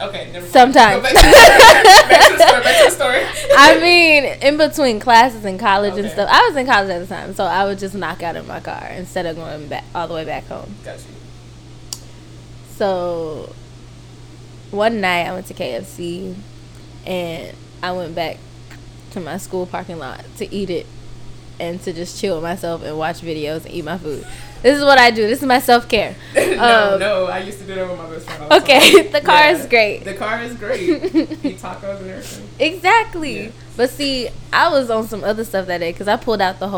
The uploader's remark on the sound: The audio will be better next episode.